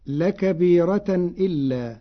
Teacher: بنقل حركة الهمز إلى الساكن قبله فتصير لكبيرة إلا مع ترقيق الراء على لغة العرب.